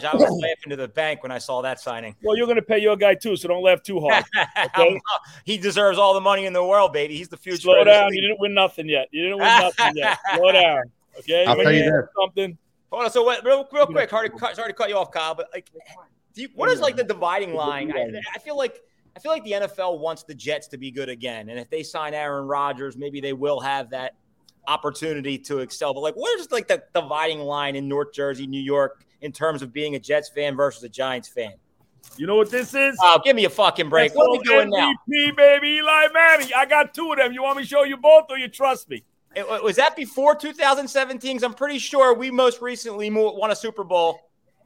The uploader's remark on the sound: coming to you live from the Parkwood Deli!